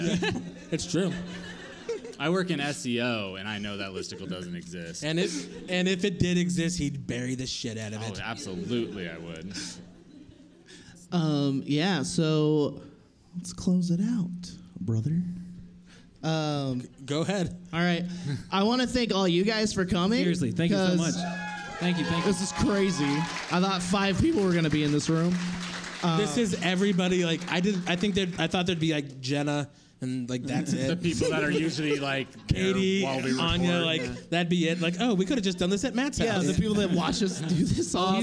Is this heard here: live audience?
yes